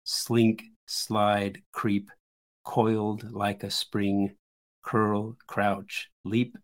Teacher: And now it goes into three spondees, so stressed syllables on each word. And they're single syllable words to really slow it down.